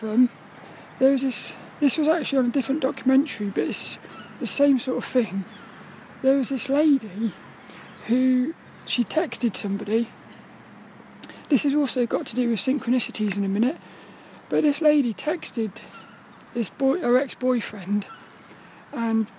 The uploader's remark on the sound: This 'About The Tings' episode was a walk and talk around the squirrel park